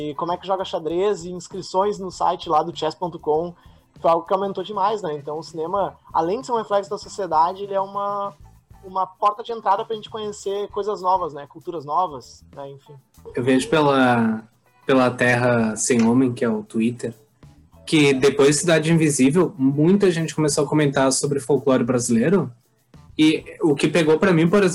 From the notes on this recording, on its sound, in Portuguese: O Podcast foi gravado de maneira remota, através de plataformas de vídeo gratuitas. Pedimos desculpas pelas dificuldades de conexão e som devido a gravação à distância nesse período de pandemia. Podcast gravado através do Zoom.